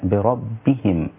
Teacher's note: والباء الثانية أيضا دقيقة مع أنها مشددة، لكن التشديد لا يجعلها مفخمة